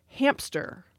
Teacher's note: the P can insert itself into hamster